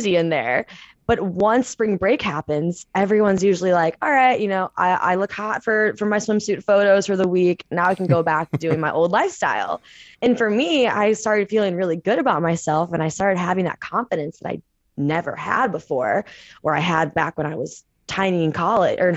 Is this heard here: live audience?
no